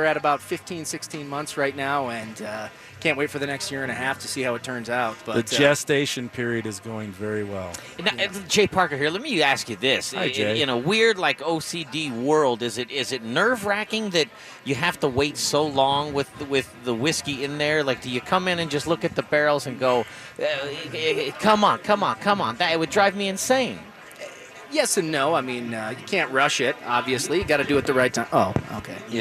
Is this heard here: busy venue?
yes